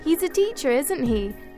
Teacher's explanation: the speaker's voice goes down when she says the question tag